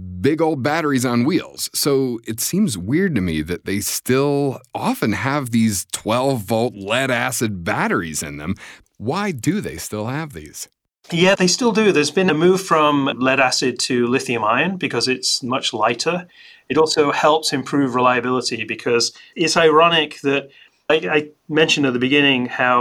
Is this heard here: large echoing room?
no